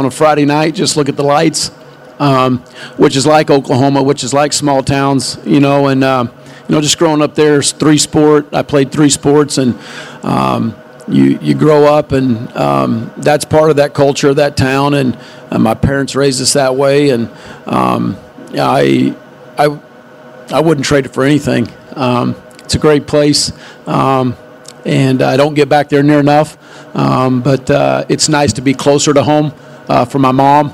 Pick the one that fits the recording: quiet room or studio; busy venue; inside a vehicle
busy venue